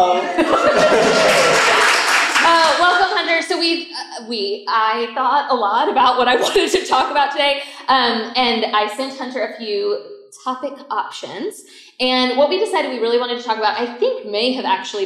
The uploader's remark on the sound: From the Front Porch Live from Reader Retreat! A recording of our live show from our February Reader Retreat!